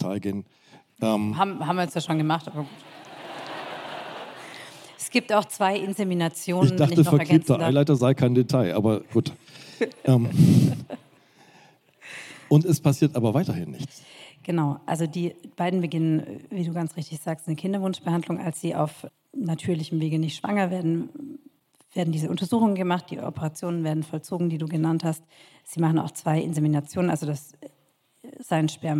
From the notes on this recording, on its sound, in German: Liveaufzeichnung von der Langen Nacht der ZEIT (Teil 2).